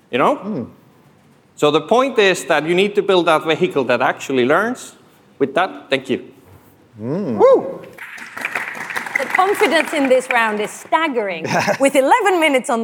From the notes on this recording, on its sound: The F'in Debate - Live from Money20/20 Europe.